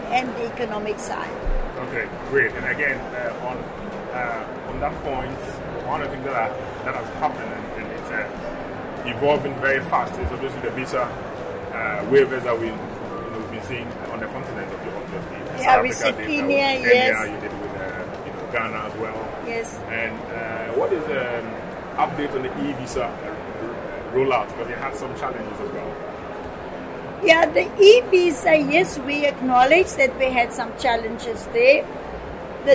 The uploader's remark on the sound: recorded at this year’s World Travel Market, London